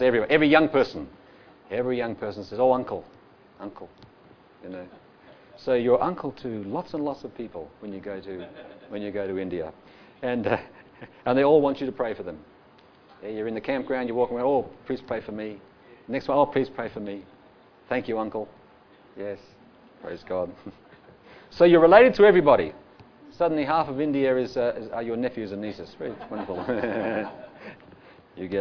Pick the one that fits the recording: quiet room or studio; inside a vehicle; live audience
live audience